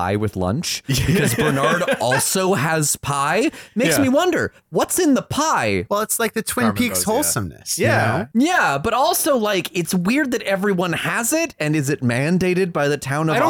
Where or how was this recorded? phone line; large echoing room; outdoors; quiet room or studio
quiet room or studio